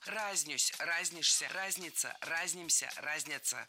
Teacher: до сих пор во всех словарях в этом глаголе ударение падает только на первый слог. Во всех формах.